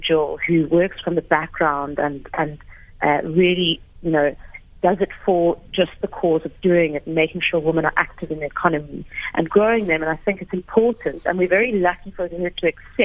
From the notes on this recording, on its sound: GUEST (Phone)